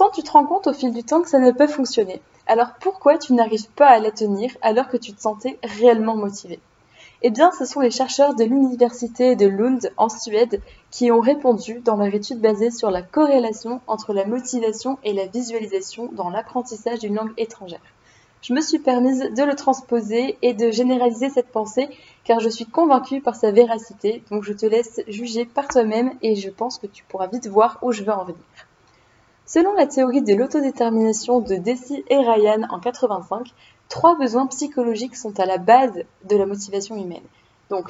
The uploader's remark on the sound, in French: Je m'excuse pour la qualité de l'audio, cela devrait s'améliorer bientôt lorsque j'aurais trouvé un bon micro adapté à mon budget d'étudiante